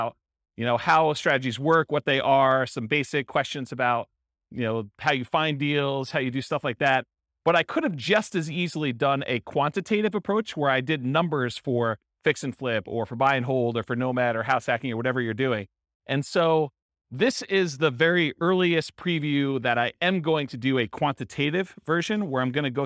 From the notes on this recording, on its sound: Real estate entrepreneurs in Elgin, Illinois. This was a live class recorded to give investors a solid qualitative overview of all the different real estate investing strategies.